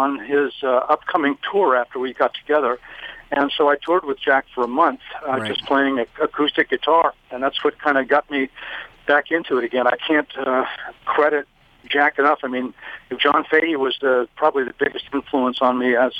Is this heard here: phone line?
yes